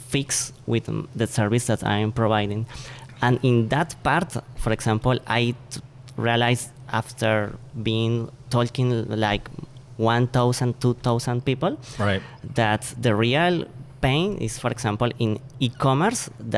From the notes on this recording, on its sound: The team records a podcast live from San Francisco at an event on the coming apocalypse of retail. Joined by two special guests.